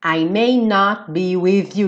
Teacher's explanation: De novo, T do not sumiu.